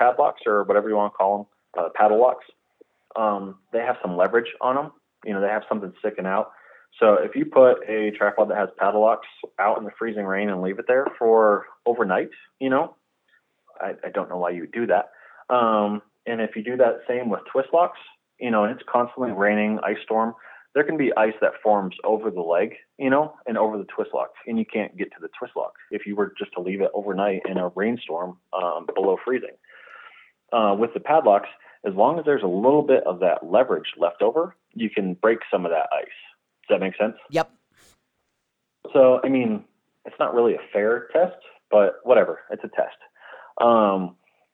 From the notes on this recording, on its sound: on the phone